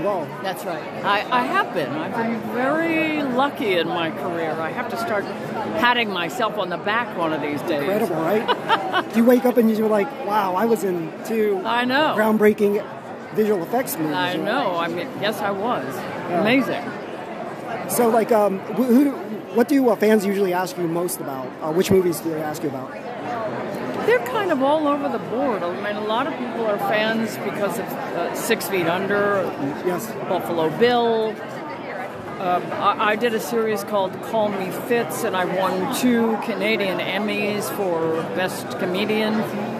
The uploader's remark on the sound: Live from The Hollywood Show